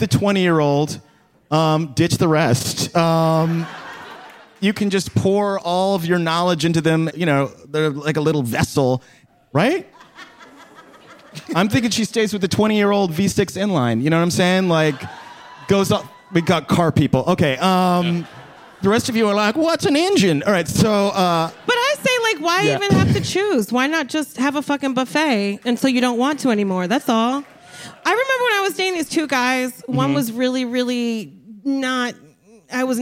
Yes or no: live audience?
yes